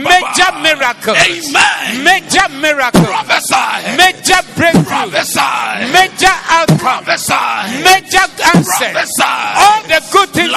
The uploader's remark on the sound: Preached at the Zeloo Service 07052023